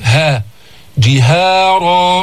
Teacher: ثم إني دعوتهم جهارا، لاحظنا جئنا بالجيم المكسورة ثم الهاء ليست مفخمة، ها جهارا، ثم انتقلنا إلى تفخيم الراء المفتوحة.